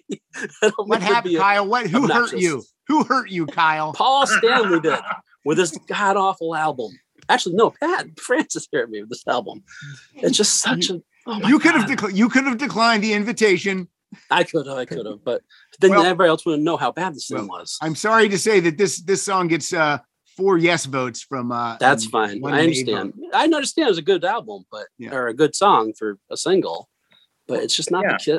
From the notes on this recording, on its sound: are together in the Zoom Room